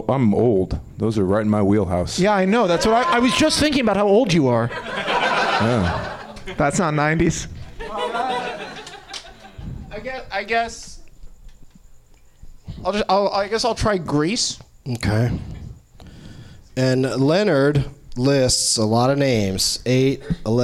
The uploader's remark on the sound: Live from the NerdMelt Showroom